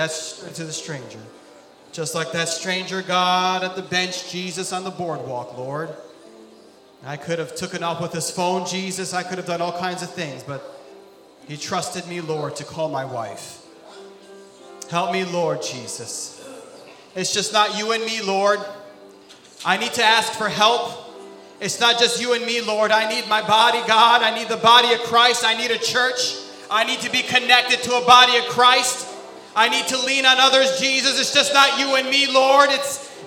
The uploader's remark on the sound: This sermon was recorded live on July 31st, 2022 at Newark United Pentecostal Church.